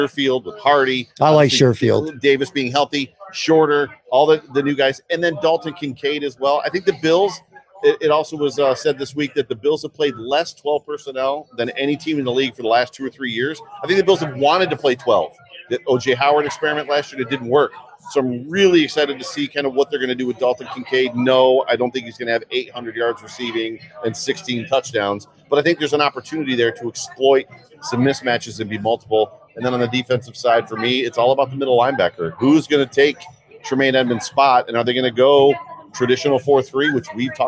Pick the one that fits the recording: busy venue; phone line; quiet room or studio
busy venue